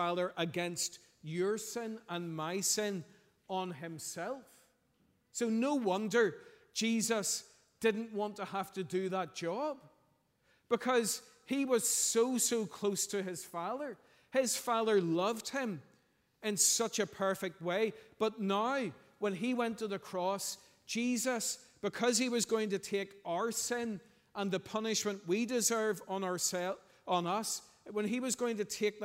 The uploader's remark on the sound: Sunday 2nd April 2023 morning service